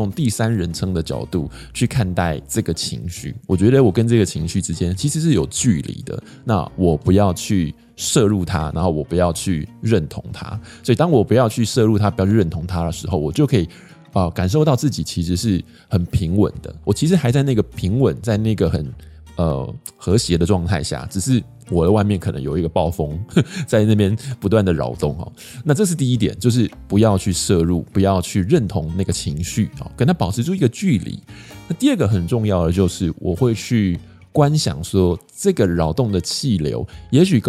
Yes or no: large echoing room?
no